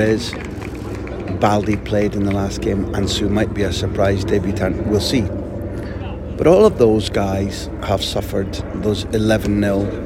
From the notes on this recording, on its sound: Live! From the rondo! I hope you enjoy hearing in the background to this report the fun the Spain players were having as I recorded during their training session.